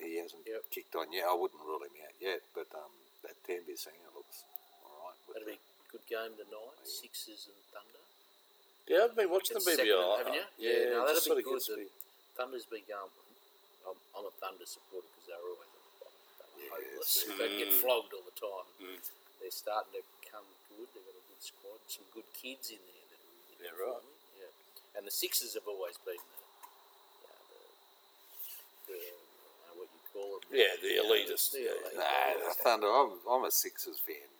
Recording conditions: sounds in the background